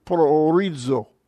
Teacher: So both the omicrons are pronounced separately.